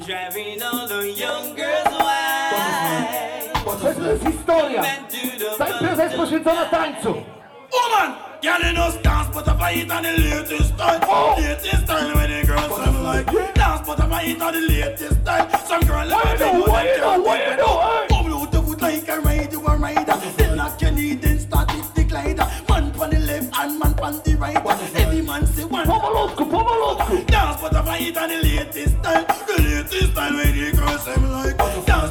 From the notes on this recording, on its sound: Live audio from party promoting … Mixtape in Wrocław, Recepcja, 18.